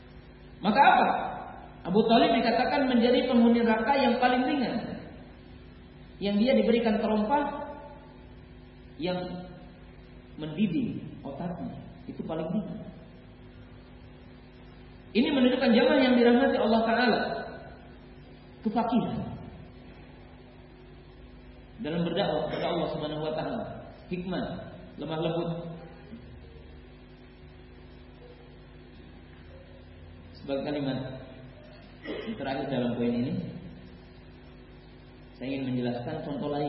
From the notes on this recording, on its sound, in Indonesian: Safari Dakwah Magetan. Di Masjid Al Khoir Magetan.